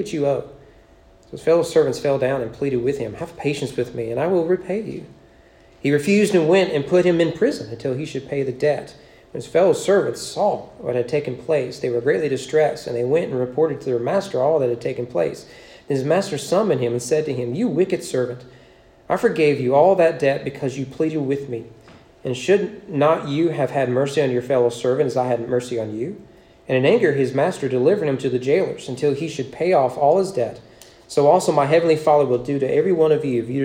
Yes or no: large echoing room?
yes